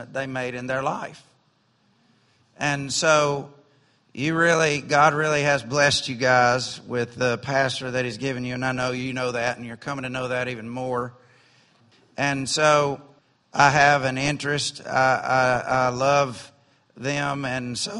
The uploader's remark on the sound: during evening service at Celebration Life Family Church.